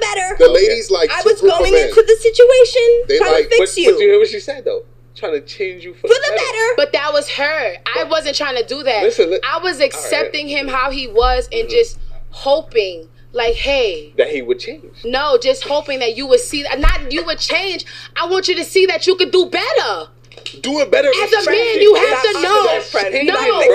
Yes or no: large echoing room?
no